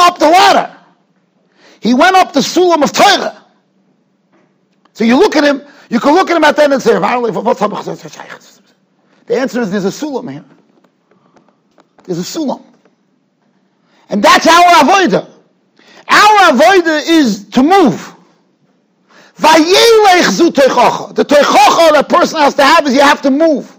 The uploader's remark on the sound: Shiur recorded in Yeshivas Ohr Reuven, Monsey, NY.